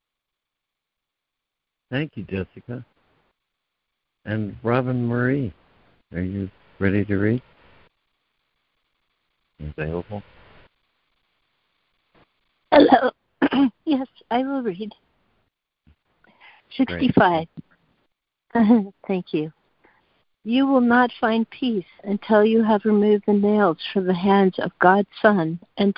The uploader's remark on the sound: ACIM Daily Conference Call